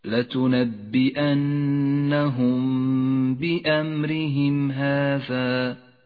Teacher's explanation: لتنبئنهم بأمرهم هذا الميم الساكنة جاء بعدها حرف الباء، نخفي الميم بالباء مع بقاء غنة للميم زمنها حركتان، فلا نجافي بين الشفتين عند نطقها ولا نضغط عليهما بل نتوسط في ذلك · Term: الإخفاء الشفوي